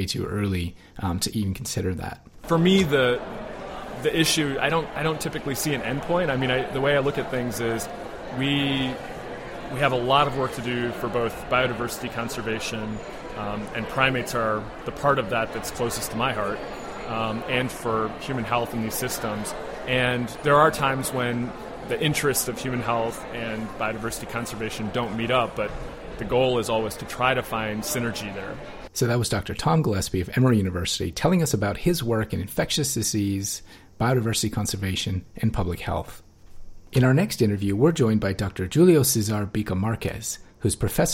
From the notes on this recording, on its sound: Conversations about Health and Conservation from the 25th Congress of the International Primatological Society in Hanoi, Vietnam. The theme of this year's congress , which was held at the Melia Hotel in Hanoi, Vietnam. The PrimateCast On Location at IPS 2014.